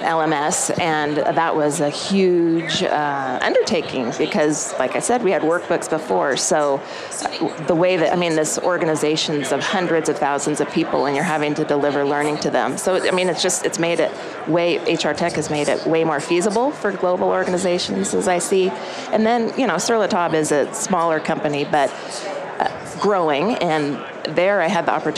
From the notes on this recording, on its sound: LIVE from Las Vegas, at #HRTechConf